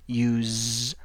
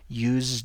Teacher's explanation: you pronounce the S like a Z, use, and the D at the end is pronounced like a D · Term: voiced sounds